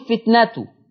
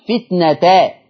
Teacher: حفص بيقول فتنته بضم التاء، ورش يقول فتنتا بفتح التاء